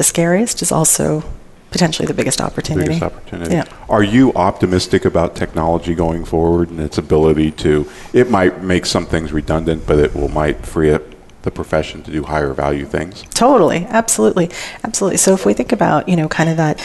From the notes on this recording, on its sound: Live Broadcast at the The IPBC IGNITE Conference.